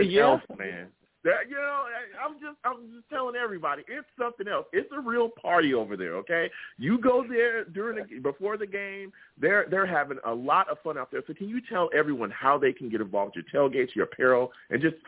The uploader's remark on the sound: I take live callers as well!